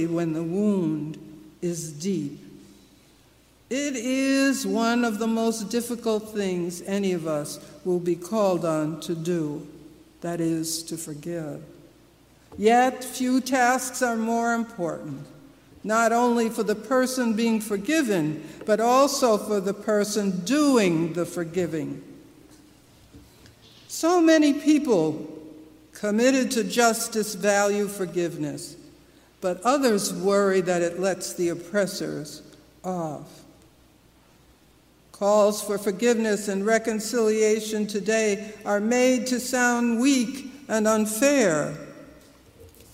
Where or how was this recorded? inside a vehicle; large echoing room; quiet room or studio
large echoing room